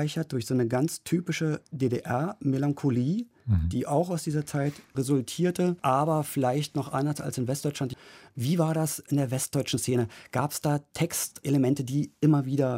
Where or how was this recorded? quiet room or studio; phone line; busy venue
quiet room or studio